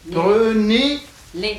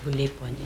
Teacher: Le pronom les, après le verbe, est plus accentué. · Shown in: first take · Ah, là, il est accentué.